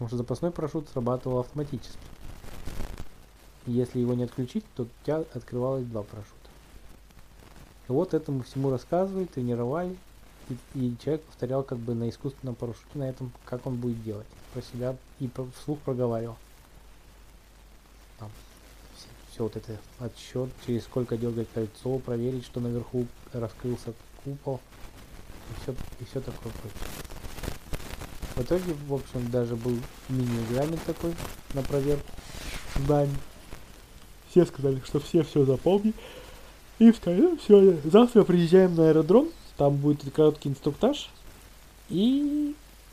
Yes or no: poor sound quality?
yes